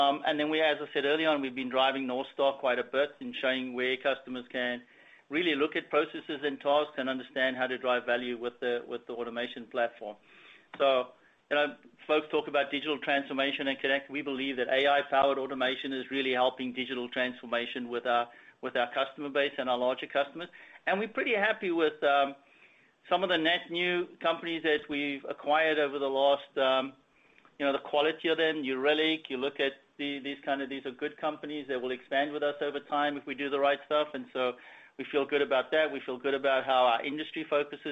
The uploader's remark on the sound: Earnings Conference Call